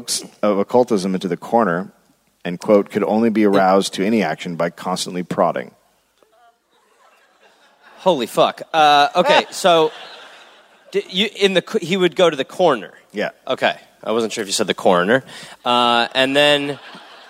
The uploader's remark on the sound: Live in Gold Coast